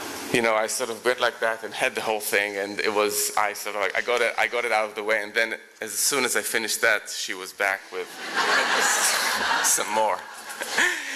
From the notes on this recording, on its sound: Recorded at The Tabernacle in London in May 2010.